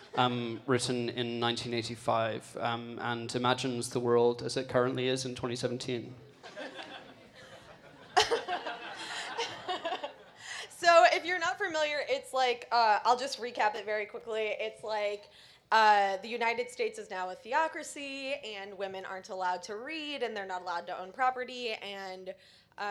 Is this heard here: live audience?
yes